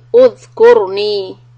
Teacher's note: The Ra Sukun is heavy in Udhkurni.